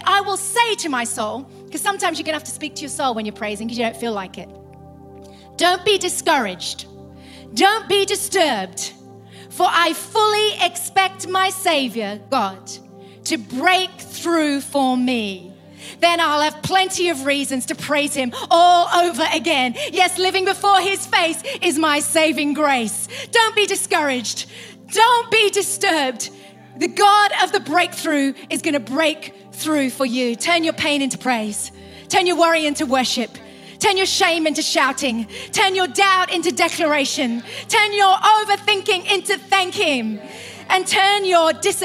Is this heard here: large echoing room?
yes